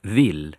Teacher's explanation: «Эль» по-шведски всегда произносится мягко, как если бы за ней шел мягкий знак. Например, глагол «хотеть».